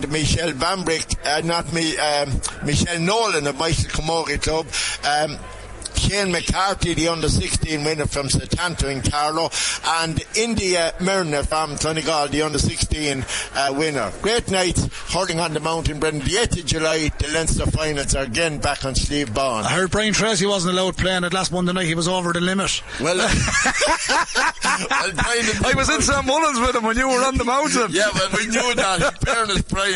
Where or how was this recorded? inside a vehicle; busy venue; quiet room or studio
busy venue